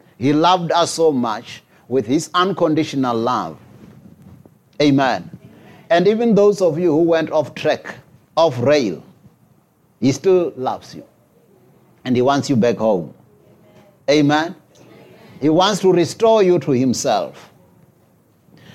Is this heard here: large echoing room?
yes